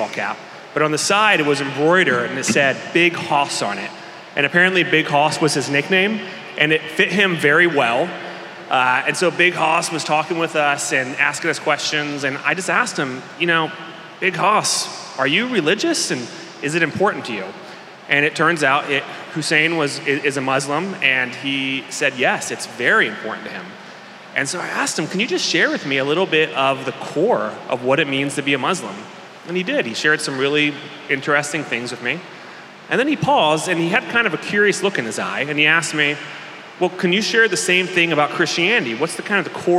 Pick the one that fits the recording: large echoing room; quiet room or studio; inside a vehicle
large echoing room